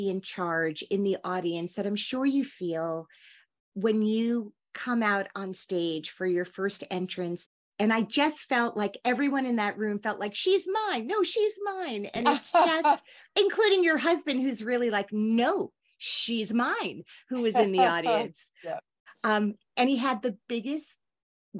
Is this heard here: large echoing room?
no